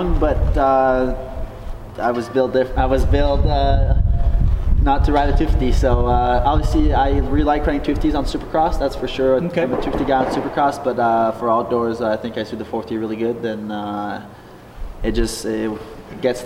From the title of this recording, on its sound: Interview At 2023 Team Photo Day